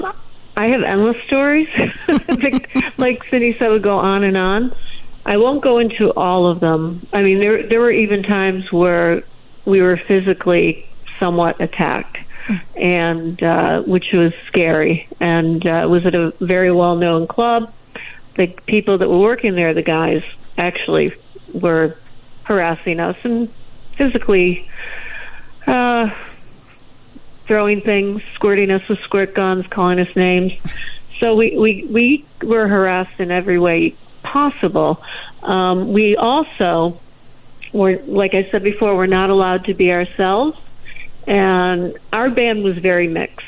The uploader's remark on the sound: in the studio and on the phone